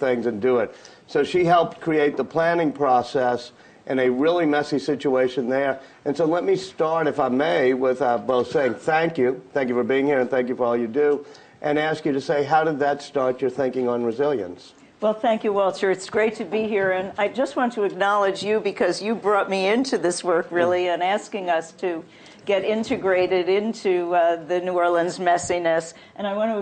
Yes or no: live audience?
yes